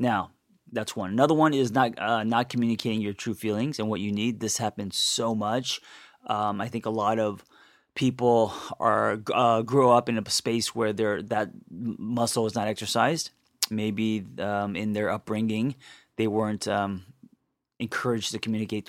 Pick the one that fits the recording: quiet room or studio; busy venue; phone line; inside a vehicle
quiet room or studio